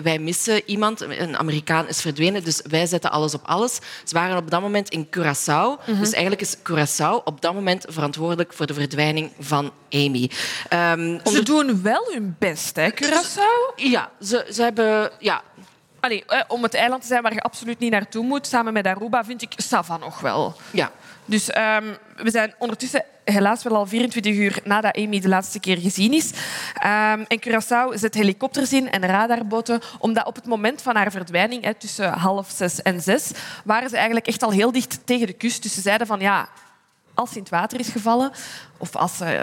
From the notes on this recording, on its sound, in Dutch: Onze live opname vanop het Podcastfestival in Oostende.